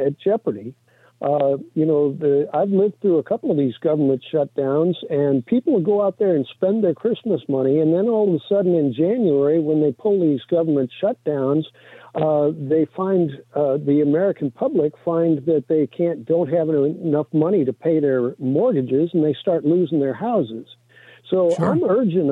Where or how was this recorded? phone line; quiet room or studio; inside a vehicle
phone line